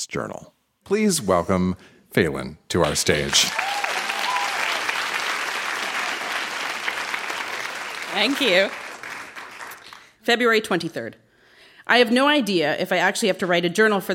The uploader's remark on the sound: Recorded live at the Royal Cinema in Toronto.